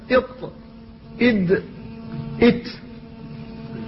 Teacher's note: فلها مخرج واحد مشترك بين هذه الحروف الثلاثة وهي الطاء والدال والتاء، وإنما تختلف بالصفة. ولذلك من لا يقلقل في الدال مثلا كثيرا ما ينطقها تاء، ومن لا يقلقل في الطاء كذلك ينطقها تاء. · بين رأس اللسان والثنايا العليا تخرج هذه الحروف الثلاثة